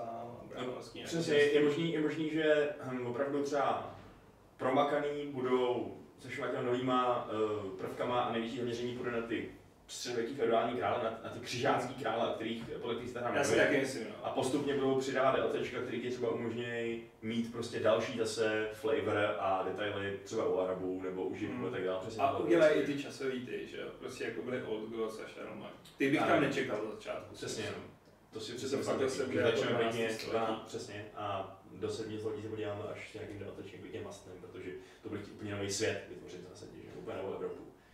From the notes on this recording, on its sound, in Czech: Omlouváme se za sníženou kvalitu zvuku